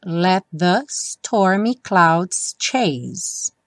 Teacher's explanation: os T do let não tem som, então vai direto para the